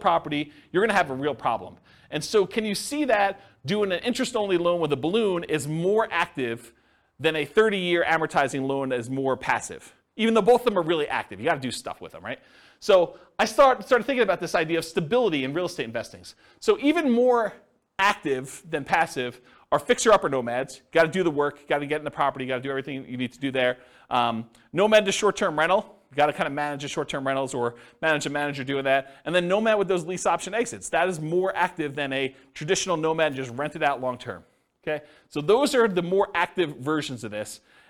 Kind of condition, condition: setting, live audience